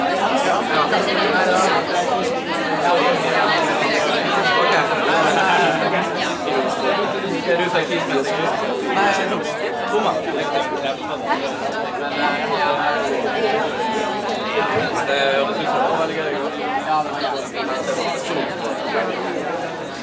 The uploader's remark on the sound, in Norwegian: Lyden av mange mennesker som prater, ler, drikker og spiser.